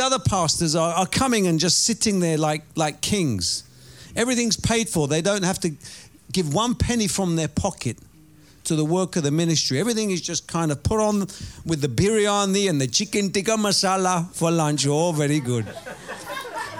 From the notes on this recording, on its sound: Preaching at Oasis Church, Watford, England.